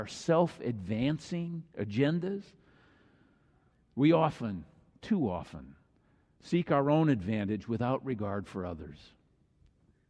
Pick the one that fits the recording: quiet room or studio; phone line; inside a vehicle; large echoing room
large echoing room